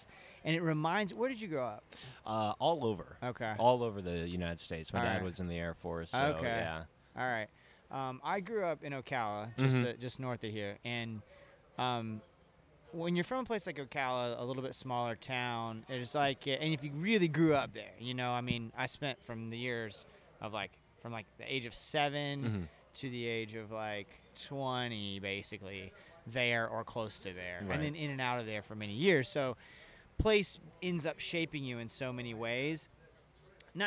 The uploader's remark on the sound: belly up at Barley and Vine Biergarten in Orlando, FL, to record the second of our 2018 in Review series